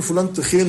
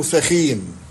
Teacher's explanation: إن صوت الثاء تحول في العامية المصرية إلى تاء · Shown in: first take